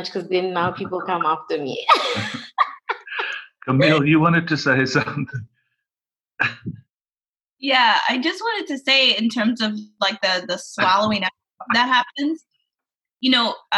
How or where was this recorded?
video call